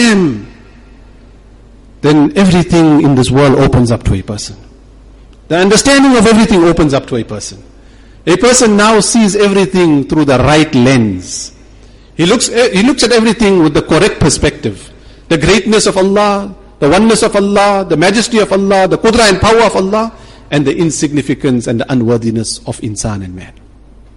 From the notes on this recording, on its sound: Jumuah lecture at Umhlanga Masjid